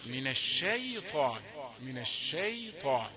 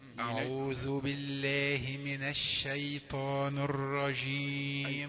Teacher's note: شين رقيقة، من صفة من حروف الرقة، ليست من حروف التفخيم